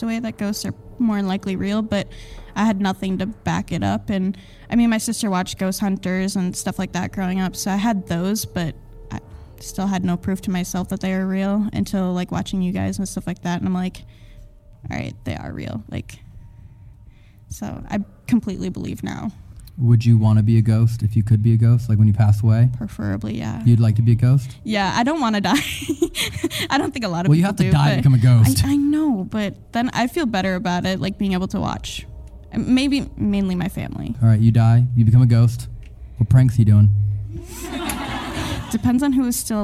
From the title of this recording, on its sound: LIVE at Haunted Farrar Schoolhouse